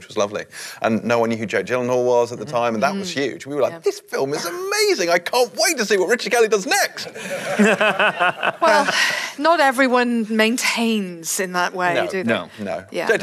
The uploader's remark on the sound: Live From Dublin. This week's Empire Podcast is another live show. For the Virgin Media Dublin International Film 2020. In front of a packed crowd. Answer audience questions.